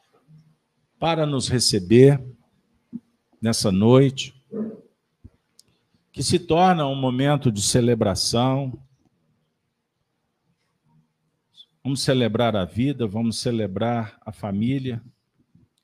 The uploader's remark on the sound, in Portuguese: Reunião Pública realizada na Fraternidade de Estudos Espírita Allan Kardec com público presencial, transmitida pelos Canais GÊNESE e RAE TV.